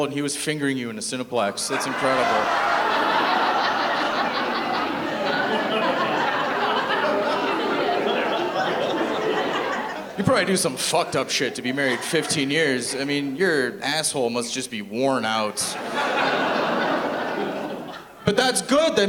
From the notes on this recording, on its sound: Angels Live In My Town comedy event “One Night Only 2” was recorded on June 24th 2023 at The Sanctuary Centre for the Arts in beautiful downtown Ridgeway/Crystal Beach.